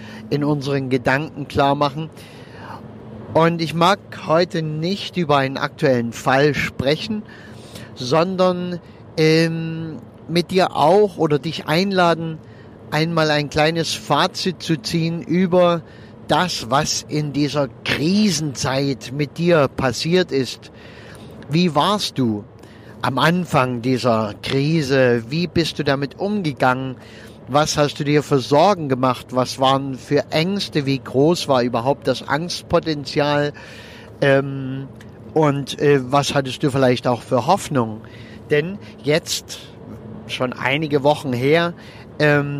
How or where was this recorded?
inside a vehicle